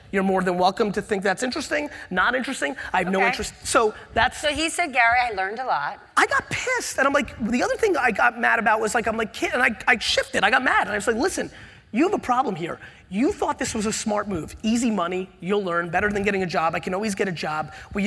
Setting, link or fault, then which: setting, live audience